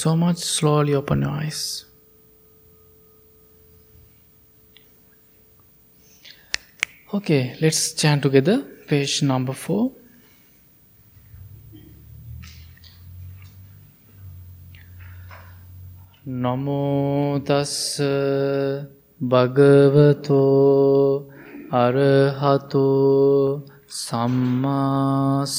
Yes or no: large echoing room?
yes